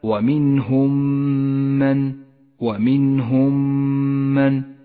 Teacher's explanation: ومنهم من ومنهم من إذا جاءت الميم الساكنة وبعدها ميم متحركة تدغم الميمان مع بعضهما فتصيران ميما واحدة مشددة تحتاج إلى غنة زمنها حركتان · Term: الإدغام الشفوي